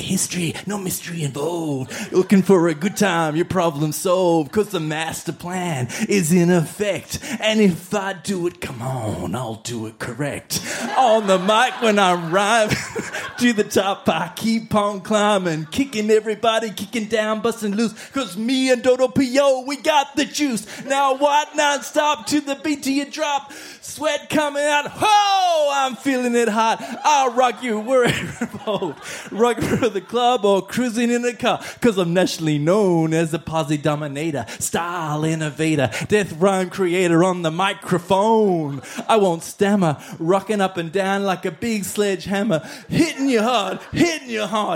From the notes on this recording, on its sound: Recorded live at the Woodford Folk Festival